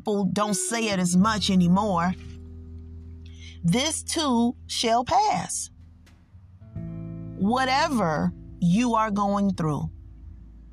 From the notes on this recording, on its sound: I was in my car and decided to pull over